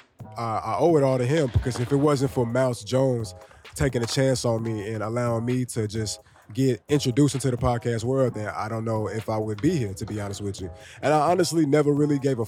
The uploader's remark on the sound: I give you my imperfect but satisfied attempt, at recording a podcast underneath the Manhattan Bridge at the L.E.S skatepark.